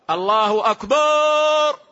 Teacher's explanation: كذلك لو أن المؤذن قال الله أكبر كما يفعل بعض كبار السن، الله أكبر فيمد الألف قبل الراء، وهذا لحن يغير المعنى